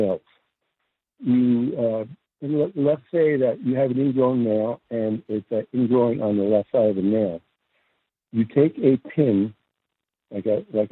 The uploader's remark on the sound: Listeners who heard about this called in their own favorite remedies for common problems.